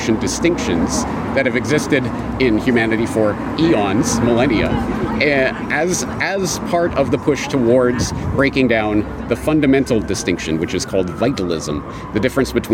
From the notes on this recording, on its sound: At the 2nd Better Way Conference in Bath, UK.